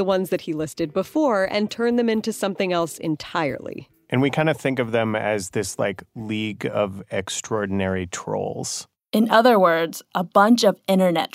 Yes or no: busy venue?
no